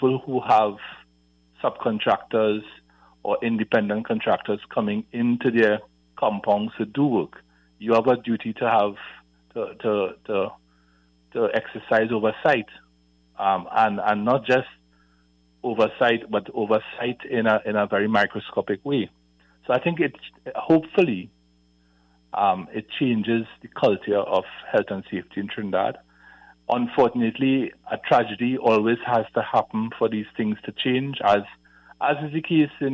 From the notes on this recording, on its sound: During this hour we take calls from our audience